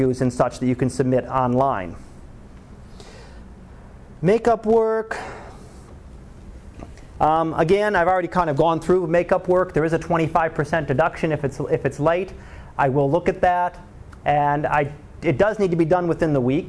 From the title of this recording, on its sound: Live Class Lecture